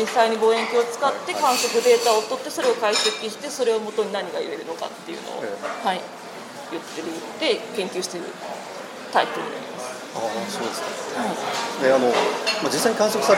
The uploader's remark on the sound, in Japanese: 録音場所の関係で周囲の音が大きく、聞き取りにくいところがあるかもしれませんが、ご了承ください